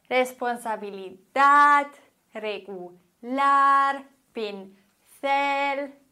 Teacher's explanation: Die Betonung ist auf der letzten Silbe und wir haben keinen Akzent.